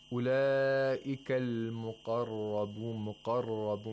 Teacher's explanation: The qaf has tafkhim at the second highest level here. Because it has a fatha.